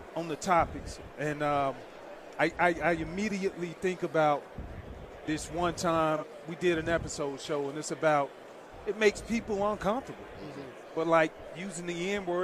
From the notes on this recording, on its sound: RADIO ROW FRIDAY continues LIVE from Las Vegas!